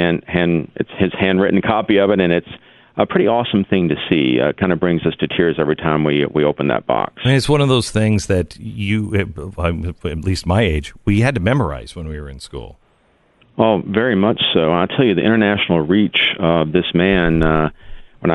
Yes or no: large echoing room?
no